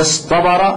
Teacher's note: لاحظ أن الصاد مفخمة والتاء مرققة، فهذه تسمى تاء الافتعال، فقلبوا التاء طاء حتى يكون هناك تناسب في الكلمة. فقل اصطبر على وزن افتعل، افتعل.